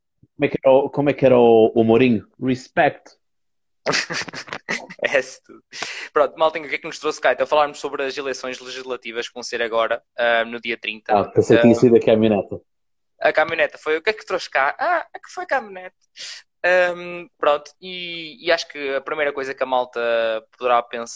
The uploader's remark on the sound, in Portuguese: Neste Live do Instagram